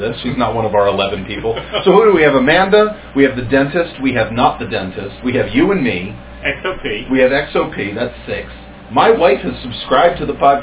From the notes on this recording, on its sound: We screwed up the sound quality (worse than in the first eight episodes).